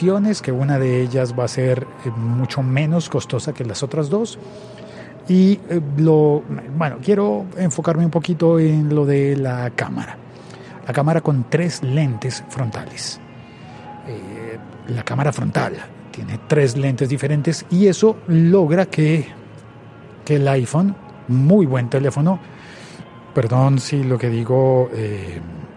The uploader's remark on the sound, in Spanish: mientras tomamos un café y saludamos a los compañeros de trabajo